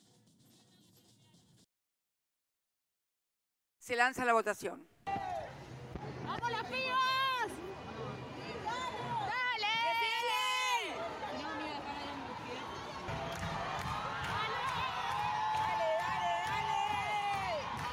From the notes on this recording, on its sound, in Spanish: Los paisajes sonoros fueron grabados en las calles de Buenos Aires el 10 y 29 de diciembre del 2020.